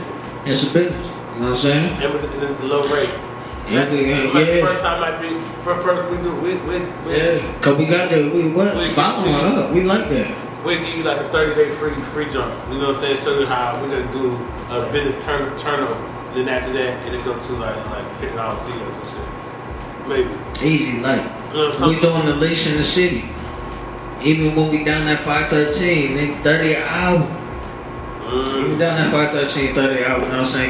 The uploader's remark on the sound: Off The Top Podcast Live at The Hemp Essentials.